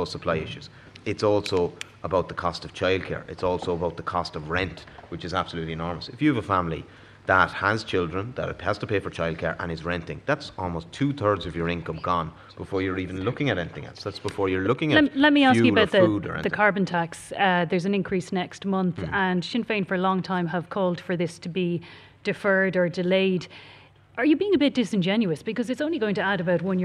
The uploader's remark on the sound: live debate on pressing issues with students at UCC